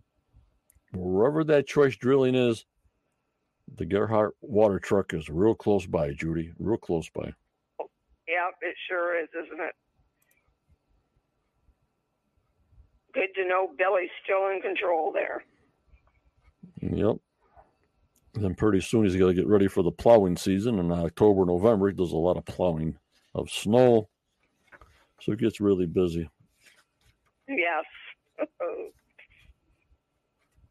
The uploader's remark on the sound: on the phone with me